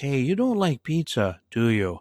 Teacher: Notice how my intonation comes down, not up.